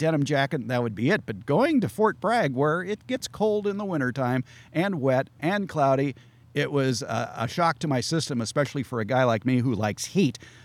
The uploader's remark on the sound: This episode was recorded in person at Open Garden Day at the Fair Oaks Horticulture Center in beautiful Fair Oaks, California.